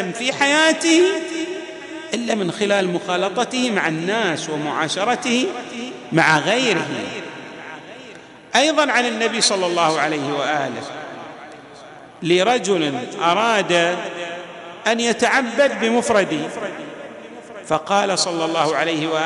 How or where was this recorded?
large echoing room